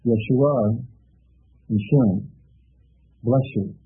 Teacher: S and Y equals SH